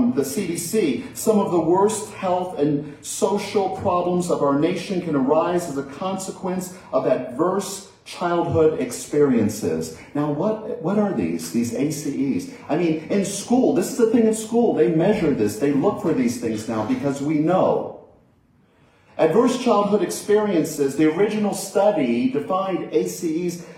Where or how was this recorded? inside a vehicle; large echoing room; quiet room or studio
large echoing room